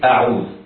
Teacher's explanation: على القارئ أن يحافظ على ترقيق الهمزة في كلمة أعوذ